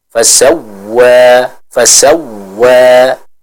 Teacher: dengan kita memberikan tekanan pada huruf waw tersebut, atau biasa kita sebut dengan istilah anabr ya, tekanan intonasi yang dinaikkan ketika kita membaca huruf waw yang bertasydid.